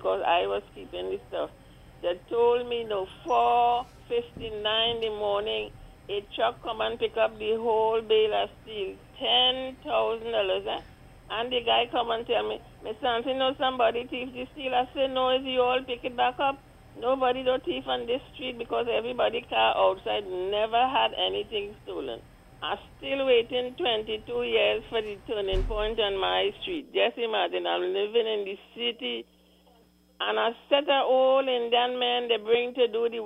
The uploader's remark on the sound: we take more calls from the audience